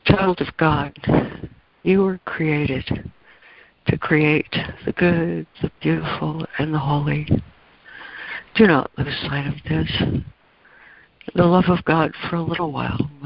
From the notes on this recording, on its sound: ACIM Daily Conference Call